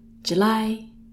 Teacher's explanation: we put the stress on the li, and if we put the stress at the beginning, it would sound like the girl's name, Julie.